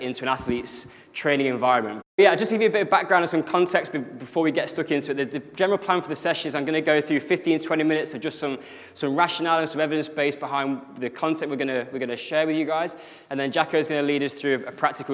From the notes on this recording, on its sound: The podcast here covers the presentation section. Speaking at the UKSCA annual conference.